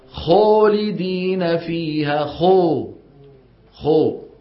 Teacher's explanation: يزم شفايفه إلى الأمام، يؤدي هذا إلى خلط صوت الألف بواو